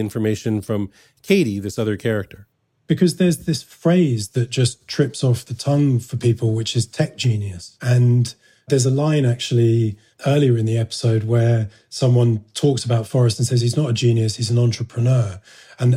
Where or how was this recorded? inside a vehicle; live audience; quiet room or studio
quiet room or studio